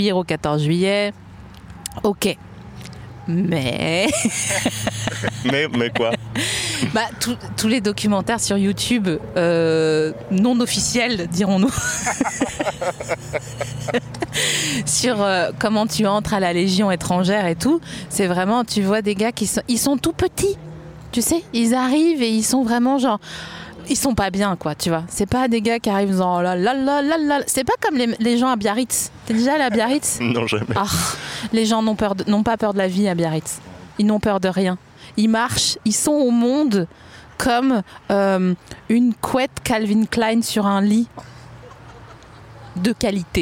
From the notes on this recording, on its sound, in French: En direct de la Villette